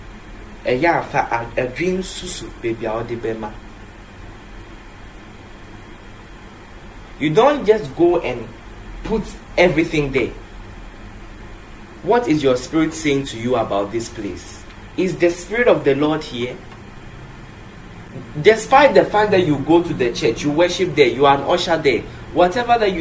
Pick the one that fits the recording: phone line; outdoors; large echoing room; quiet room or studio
large echoing room